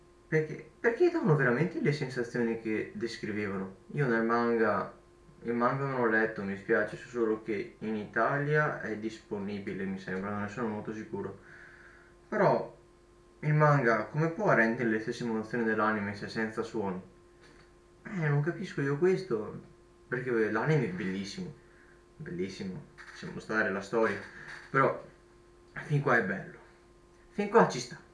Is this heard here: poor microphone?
yes